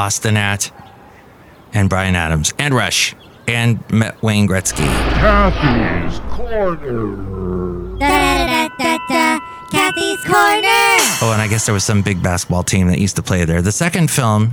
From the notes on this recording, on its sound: Podcasts live from Café Anyway.